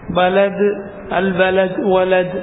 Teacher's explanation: അവസാനിക്കുന്ന ദാൽ മിൻ ഹുറൂഫ് القلقلة കൽക്കലയുടെ ഹറഫിൽപ്പെട്ടതാണ് ദാൽ